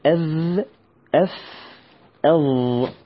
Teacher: من طرف اللسان مع اطراف الثنايا العليا · Term: مخرج